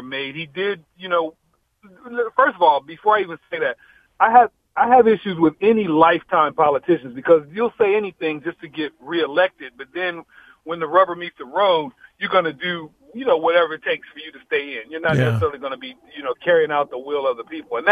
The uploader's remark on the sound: Open Phone Friday